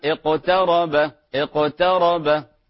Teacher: لاحظوا فيها صفة القلقلة لا تكون واضحة مثل القلقلة الكبرى · Term: القلقلة الصغرى